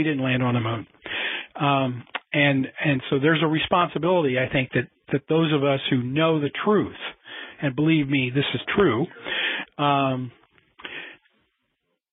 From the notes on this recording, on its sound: a Future in Space Operations teleconference